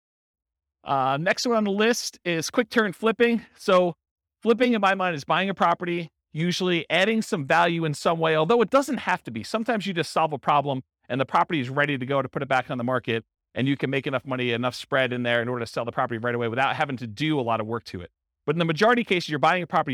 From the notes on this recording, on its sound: This was a live class recorded